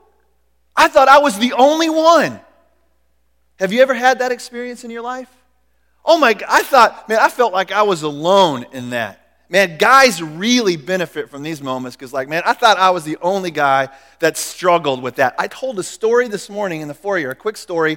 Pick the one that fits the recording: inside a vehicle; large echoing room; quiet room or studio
large echoing room